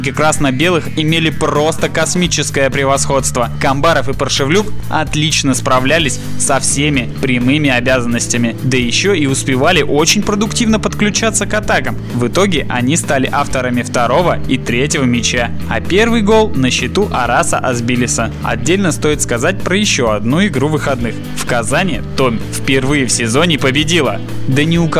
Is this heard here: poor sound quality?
no